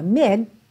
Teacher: a gente tem um D ali no meio, que é uma consoante oclusiva